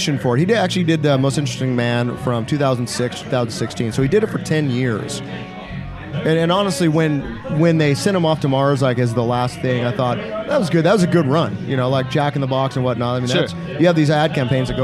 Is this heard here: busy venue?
yes